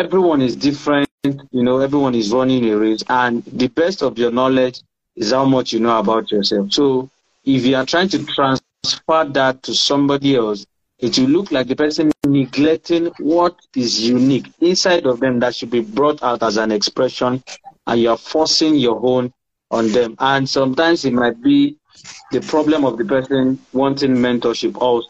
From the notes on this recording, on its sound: on Instagram Live for an enlightening conversation